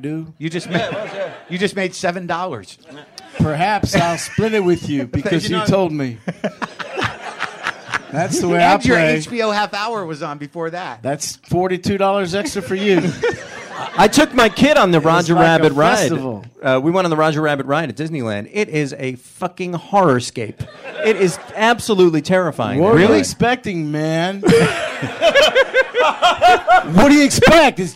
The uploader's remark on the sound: this live show at UCB LA